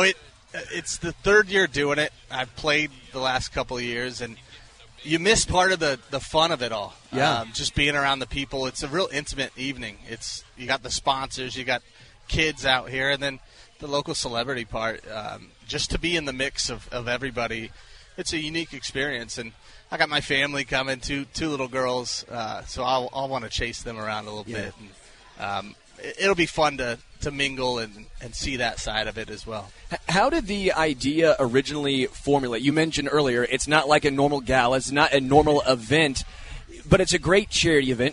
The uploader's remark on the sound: LIVE from Chicken N Pickle